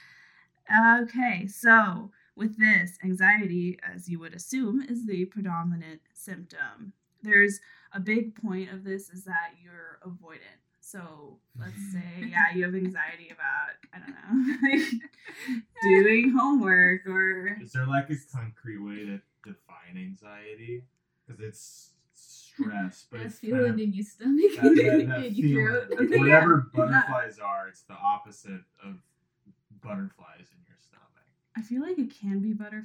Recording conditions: poor sound quality